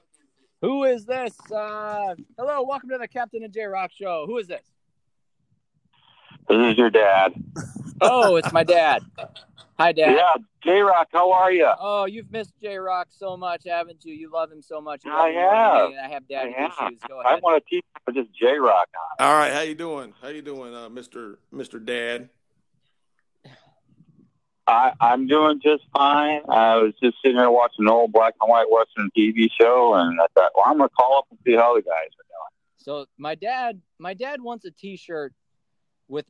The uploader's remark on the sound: tons of call ins